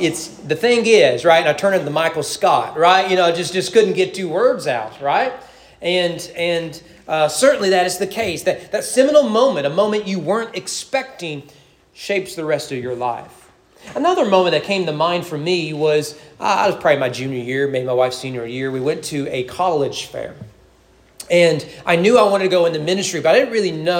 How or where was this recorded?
large echoing room